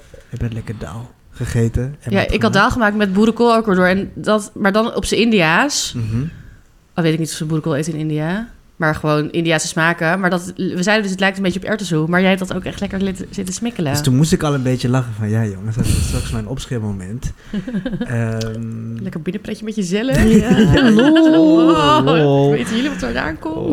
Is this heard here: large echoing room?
no